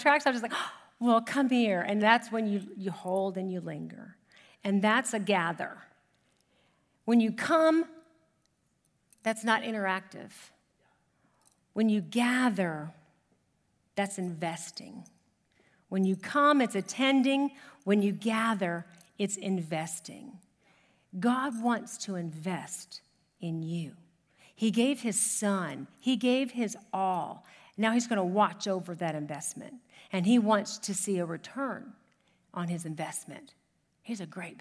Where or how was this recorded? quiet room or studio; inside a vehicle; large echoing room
large echoing room